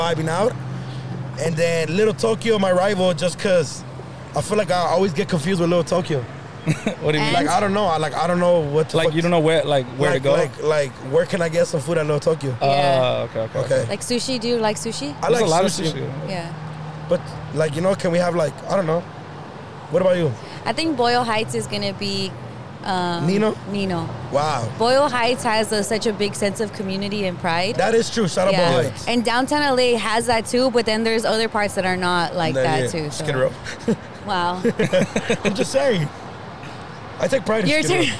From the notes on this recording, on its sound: Live From The 6th Street Bridge! We are proud to be the first podcast to record an entire episode on the 6th street bridge. Some people thought it was a publicity stunt and the mic's weren't plugged.